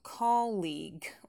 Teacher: Ударение на первый слог. Долгий и, но безударный.